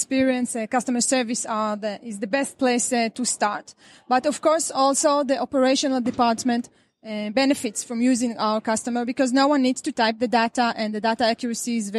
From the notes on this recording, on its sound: You are listening to the audio track of a video, recorded at the Euro Finance Tech, November 2018.